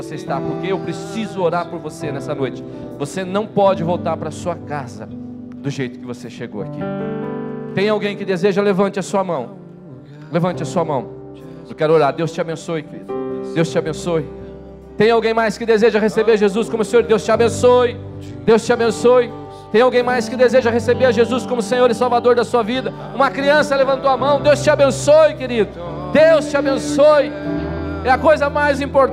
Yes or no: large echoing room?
yes